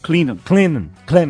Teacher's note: o T, o T quase não fala e o O também não.